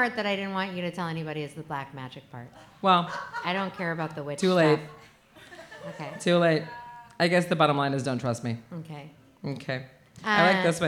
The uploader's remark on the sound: Live From Kelly's Olympian